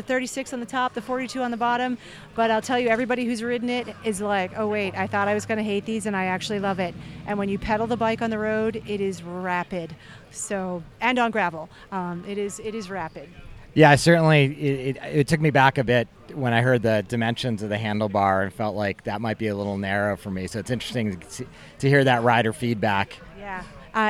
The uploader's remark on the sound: This week we come to you with recordings live from the Big Sugar Gravel event in Bentonville, AR.